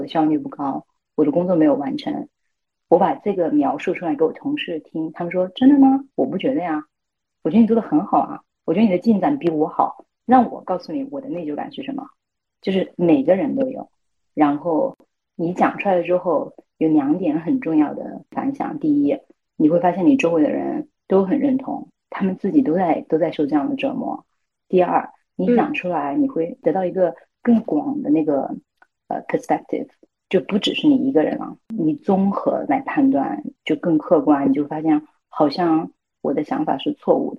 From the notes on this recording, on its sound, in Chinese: 因为需要远程录制，我们使用的是腾讯会议的录制功能。最后出来的录音效果不是很好，只能说我尽力了，实在抱歉。